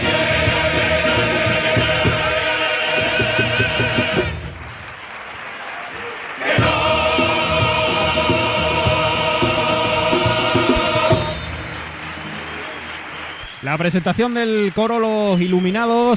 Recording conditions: live audience